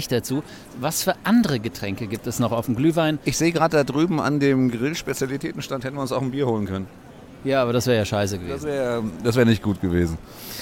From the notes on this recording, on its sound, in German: Live vom Weihnachtsmarkt